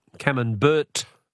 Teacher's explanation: But we don't pronounce the T. · Term: silent T